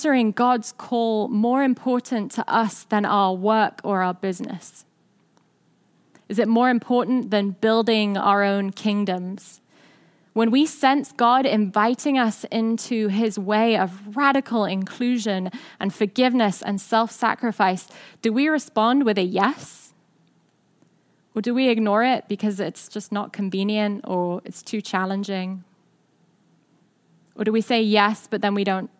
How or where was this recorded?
large echoing room